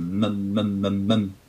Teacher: consonne bilabiale où on bloque les lèvres pour faire un son, et le a où on a la bouche plus grande ouverte pour faire mam mam mam.